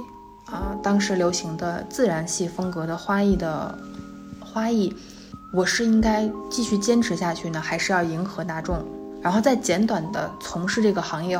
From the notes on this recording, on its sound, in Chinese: 坐在沙发一角，分享那段特殊的经历。因为放松和第一次单人录制，所以收声上或许还有杂音。节目中小风铃音效。